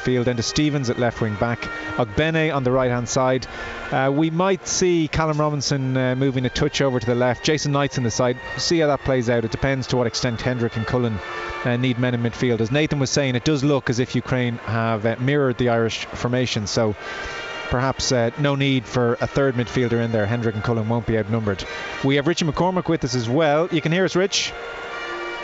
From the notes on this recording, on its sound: As we report LIVE from the Aviva Stadium for a preview of Ireland vs Ukraine, followed by live match commentary.